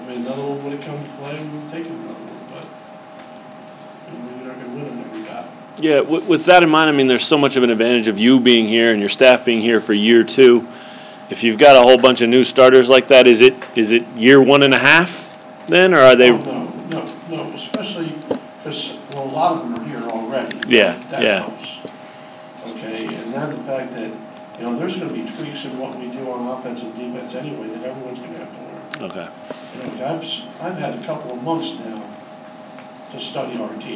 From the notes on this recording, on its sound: hosted a news conference